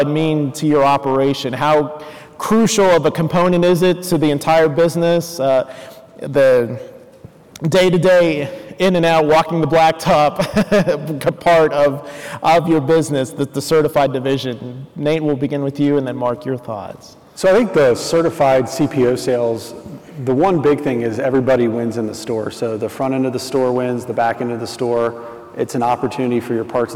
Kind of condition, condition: setting, busy venue